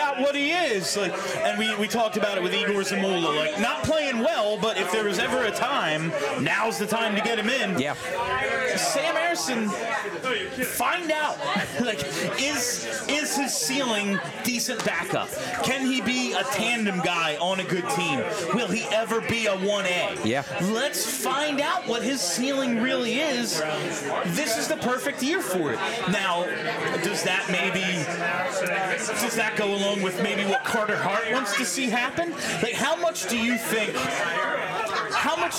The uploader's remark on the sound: live from New Wave Cafe in Philly!